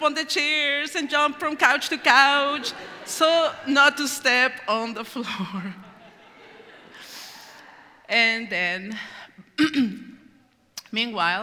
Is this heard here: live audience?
yes